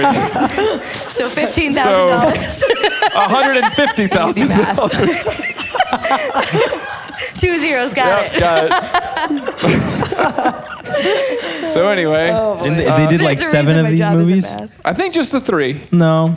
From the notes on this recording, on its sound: Close out season 1 in front a live audience.